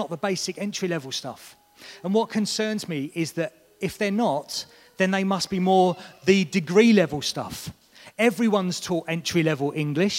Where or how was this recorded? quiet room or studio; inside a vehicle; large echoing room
large echoing room